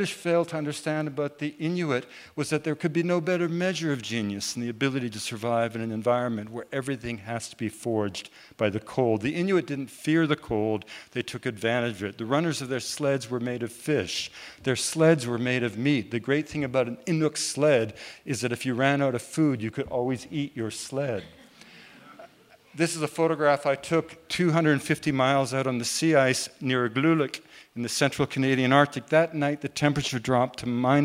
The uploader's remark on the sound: Recorded at The Tabernacle in London in March 2018.